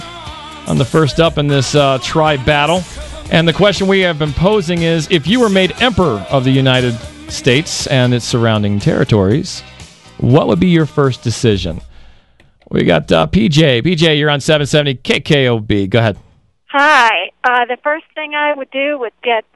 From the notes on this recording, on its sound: This was the final on air 1hour live air, real callers audition.